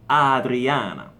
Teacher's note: Adriana, in italiano è uguale, però ricordatevi, la A sempre aperta